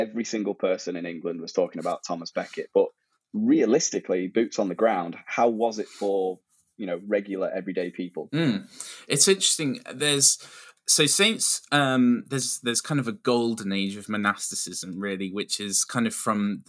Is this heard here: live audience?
no